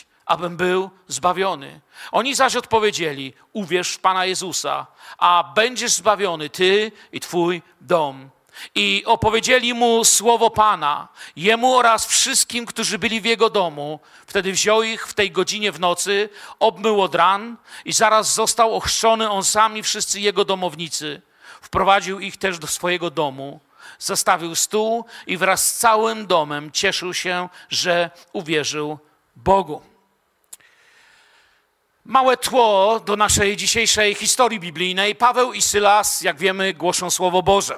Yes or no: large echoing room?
yes